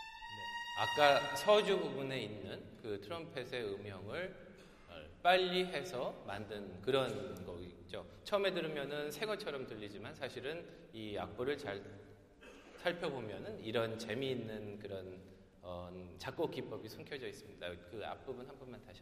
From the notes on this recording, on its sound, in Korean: 토요콘서트 실황.